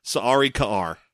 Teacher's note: I'm assuming that the double A's are glottal stops, or at least separately pronounced.